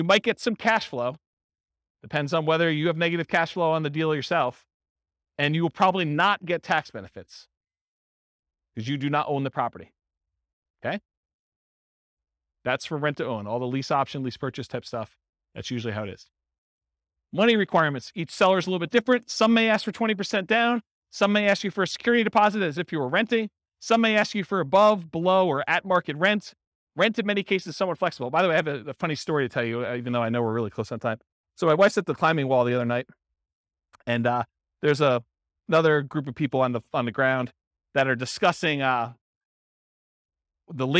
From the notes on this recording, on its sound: This was a live class recorded to give investors a solid qualitative overview of all the different real estate investing strategies. Madison, Wisconsin.